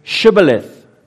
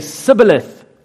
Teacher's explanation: They said their sh as s.